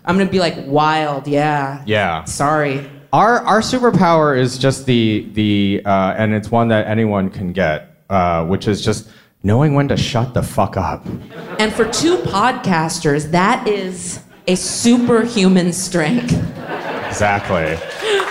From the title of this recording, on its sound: Live from Brooklyn, NY